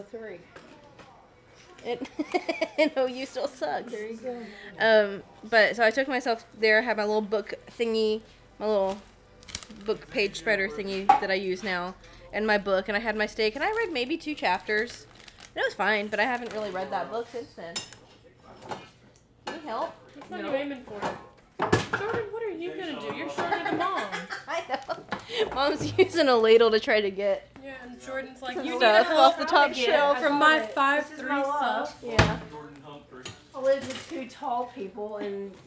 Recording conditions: background noise